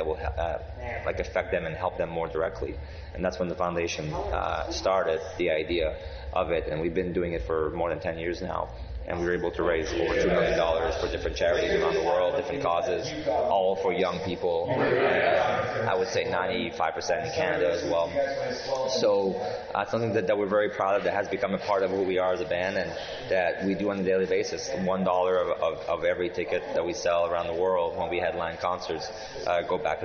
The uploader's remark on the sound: EXCUSE the background noise as this was done in Algonquin College when the band was doing press, and other members were being interviewed as well.